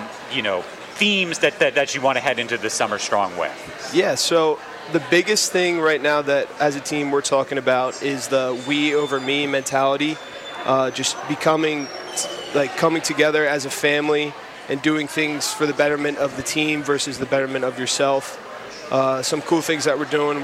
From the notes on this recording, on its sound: WXVU broadcasted live from the Connelly Center for the 15th annual Get In The Game-Be The Match bone marrow stem cell registry initiative, hosted by the Villanova University Wildcats football team.